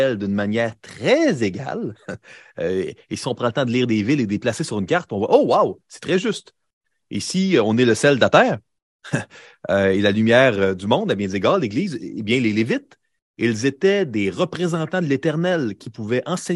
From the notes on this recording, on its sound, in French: Découvre le replay du webinaire